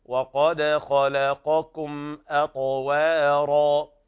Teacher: والقاف مفخمة مع تقليل قلقلة حرف الدال، وقد خلق يعني انتقال من تفخيم إلى ترقيق ثم تفخيم إلى ترقيق، خلقكم أطوارا.